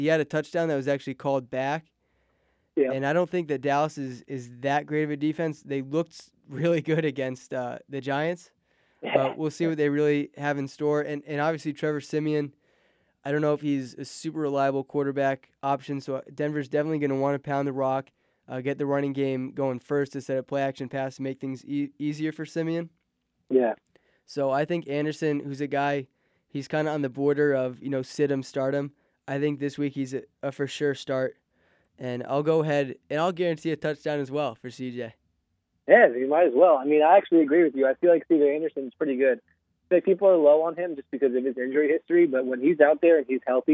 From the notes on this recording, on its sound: returns via the phone lines